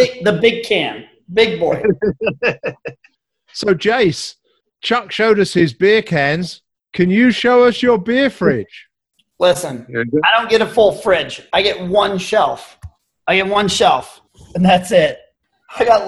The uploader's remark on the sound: Virtual happy hour Zoom chat. This edition is another video/audio extended edition.